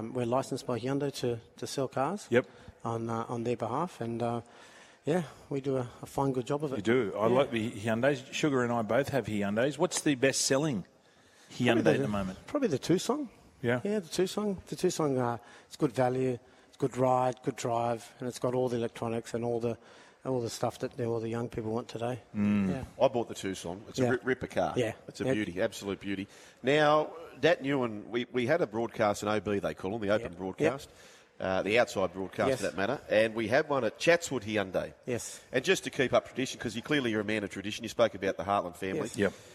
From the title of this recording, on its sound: Live From The Dealership